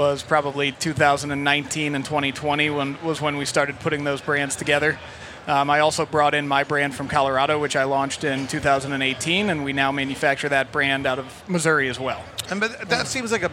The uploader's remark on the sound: Recorded at MJBizCon 2023